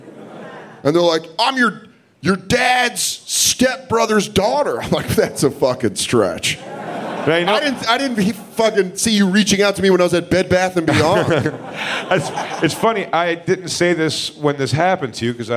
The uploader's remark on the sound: The Bonfire Live 3 Year Anniversary at Skankfest NYC 2018 in Brooklyn, New York. Celebrating a milestone live from Skankfest in Brooklyn. It was a packed crowd.